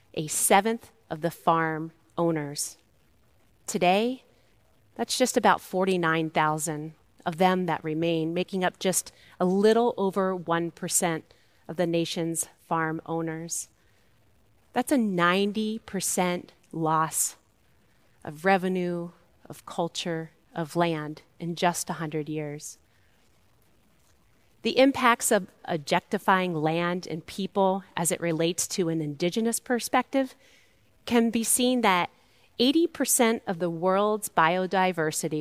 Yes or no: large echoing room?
yes